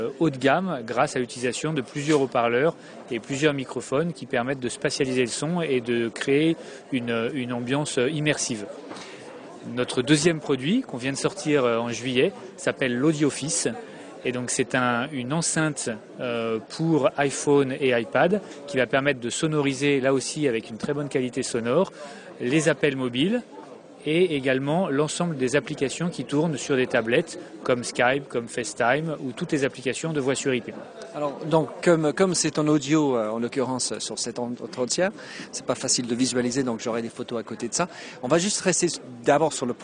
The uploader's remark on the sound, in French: À l'Universite d'Eté du MEDEF 2012 et ai pris l'opportunité d'enregistrer cet entretien sur son stand.